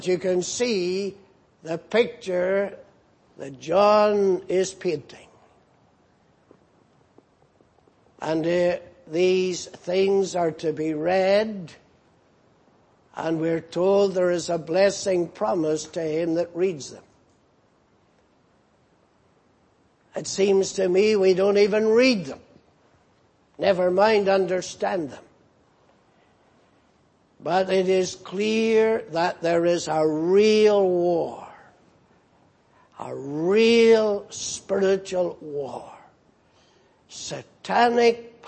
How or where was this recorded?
large echoing room